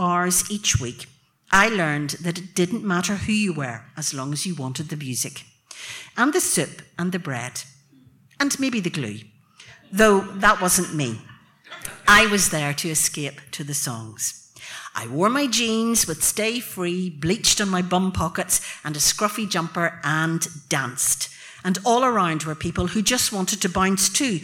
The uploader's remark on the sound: Tenx9 was back in Bangor. Tenx9 is a live storytelling event.